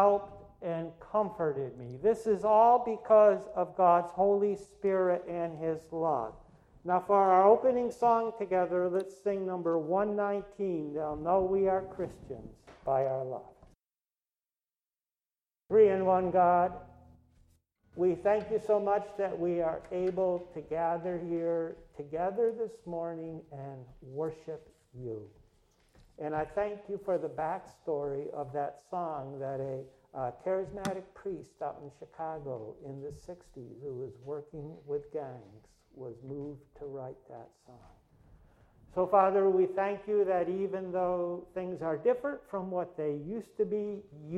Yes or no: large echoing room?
yes